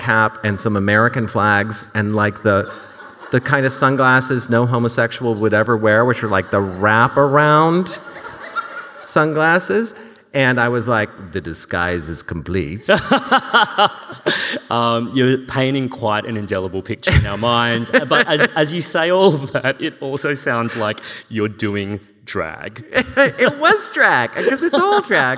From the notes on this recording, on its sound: This event was recorded on Wednesday 9 November 2022 at The Capitol as part of the Wheeler Centre’s Spring Fling: A Short Series of Big Ideas program.